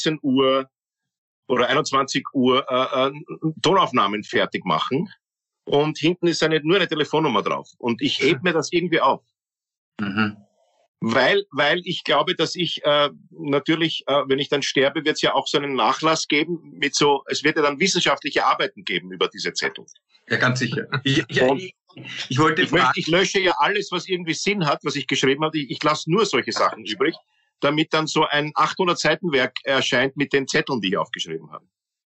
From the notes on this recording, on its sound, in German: Eigentlich sollten die Drei ja um diese Zeit auf der Bühne stehen. Indem sie einander via Skype am Abend beim Reden zusehen.